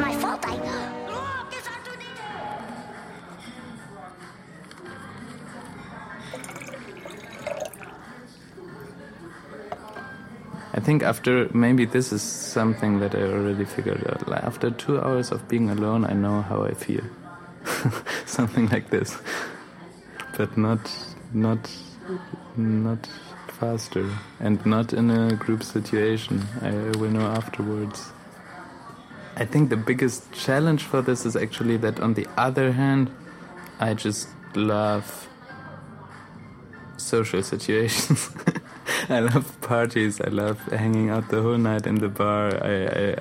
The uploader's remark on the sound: Recorded at Spielart Festival, 2019, Munich (DE)